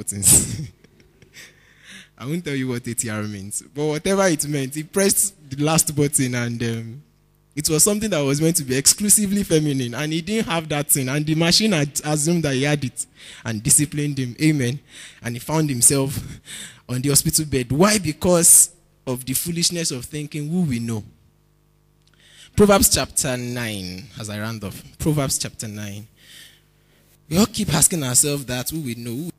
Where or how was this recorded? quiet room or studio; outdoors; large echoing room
large echoing room